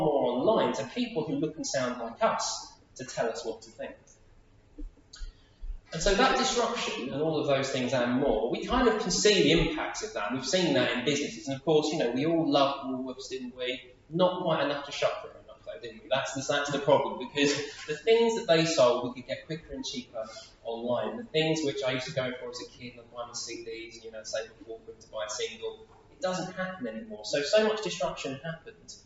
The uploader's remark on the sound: Audio from a seminar hosted by Premier at the National Parliamentary Prayer Breakfast 2023 in the Houses of Parliament